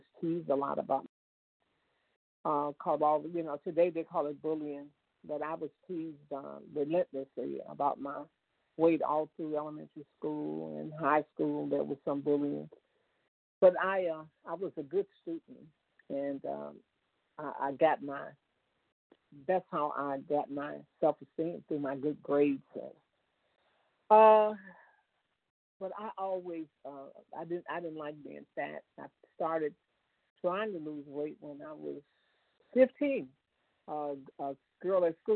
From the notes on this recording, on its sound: 100 Pounders Phone Meeting